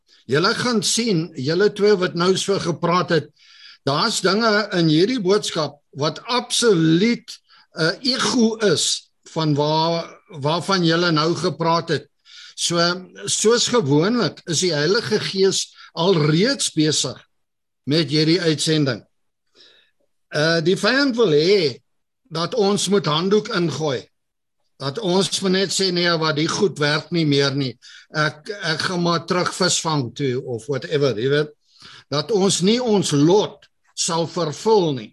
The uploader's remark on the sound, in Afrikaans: Zoom Byeenkoms 23 Junie 2022